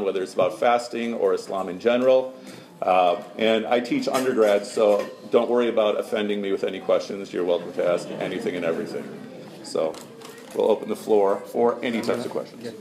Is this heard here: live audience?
yes